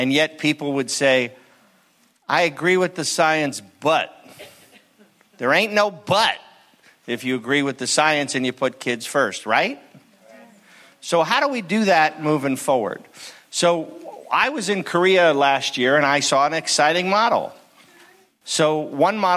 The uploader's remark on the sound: spoke at our very first Future of Work Conference held last year in November of 2019 at Pasadena City College